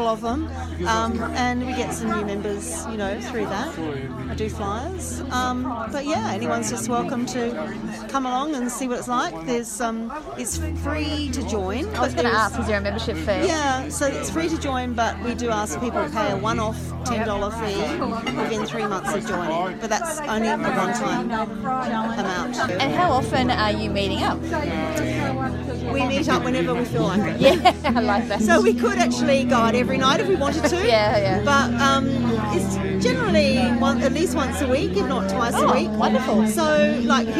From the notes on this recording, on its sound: This episode was recorded at OneDay Estate winery. Playing his acoustic set in the background. At times the crowd noise erupts and drowns out a few words here and there.